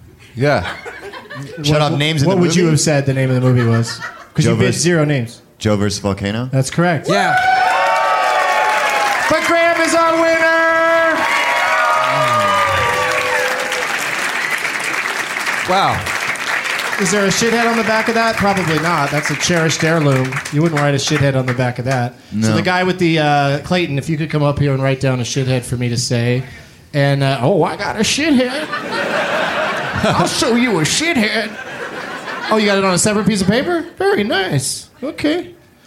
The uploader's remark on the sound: Live from Comedy Works in Denver, CO